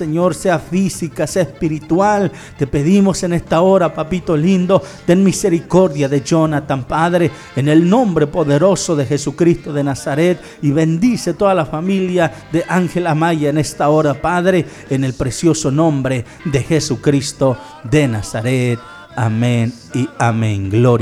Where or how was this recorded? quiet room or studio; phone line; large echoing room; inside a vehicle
large echoing room